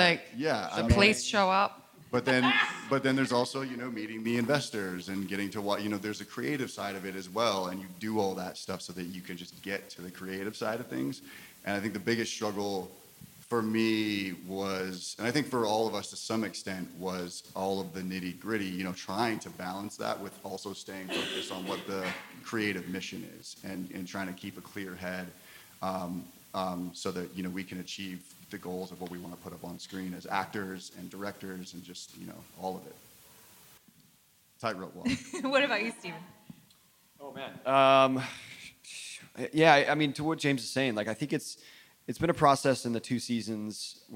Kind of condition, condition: setting, live audience